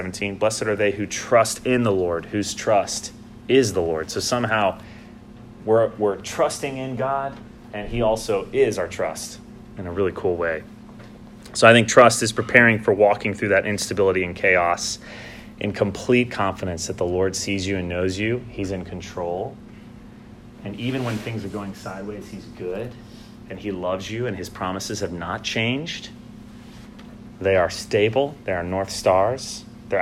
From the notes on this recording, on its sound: Homily delivered on Sunday morning, September 15, 2019 at the Christ Church Madison Fall Retreat held at the Green Lake Conference Center.